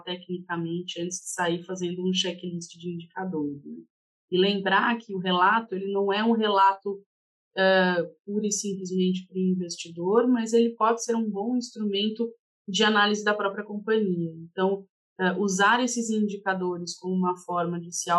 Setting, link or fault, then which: link, video call